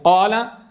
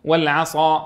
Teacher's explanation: فقال الشيخ الشارح والأول مثال لغير المطبق من حروف الاستعلاء، والثاني مثال للمطبق منها، أي ضرب مثالين لحرف مستعل منفتح والثاني لحرف مستعل مطبق، نحو قال مستعل منفتح والعصا مستعل مطبق